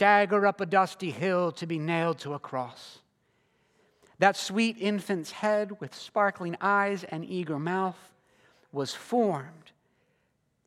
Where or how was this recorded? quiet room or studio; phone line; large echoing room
large echoing room